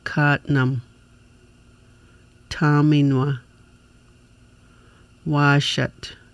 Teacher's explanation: The long A is made by the tongue being slightly arched between the front and back and lowest part of the mouth and held longer. Sounds like the A in father.